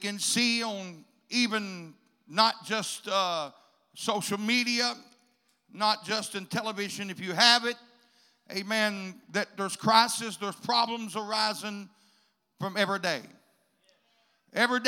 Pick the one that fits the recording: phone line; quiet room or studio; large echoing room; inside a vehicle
large echoing room